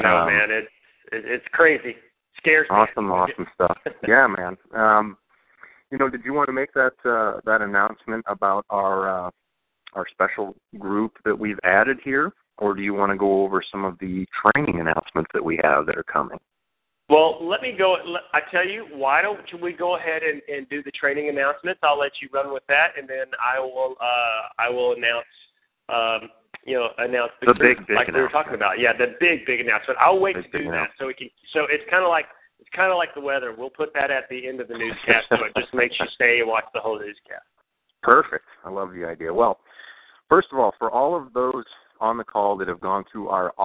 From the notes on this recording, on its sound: Team Elite Conference Call.